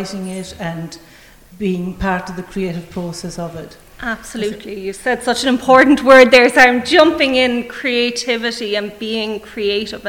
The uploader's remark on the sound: Live from the Community Hall Feakle as part of the 36th Feakle trad Festival.